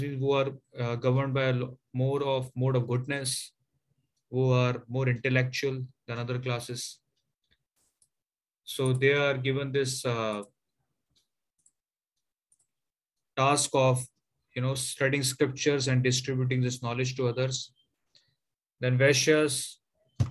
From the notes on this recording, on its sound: Zoom classes